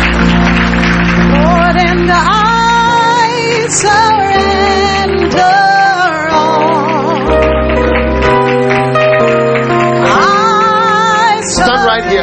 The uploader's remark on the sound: Preached at the Lighthouse Chapel International, The Qedesh.